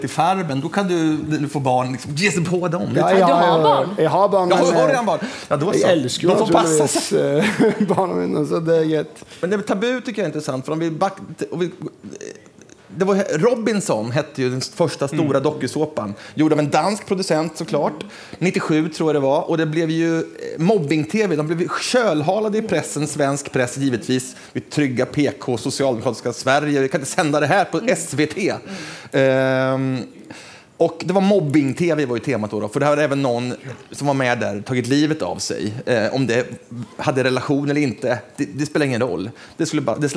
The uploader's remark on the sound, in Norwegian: Økonomifestival. Sted: Holmen bar, KÅKÅnomics 2019.